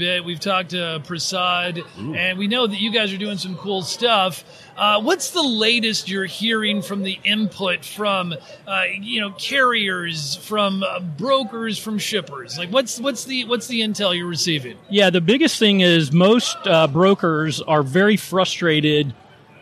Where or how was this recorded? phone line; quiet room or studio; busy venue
busy venue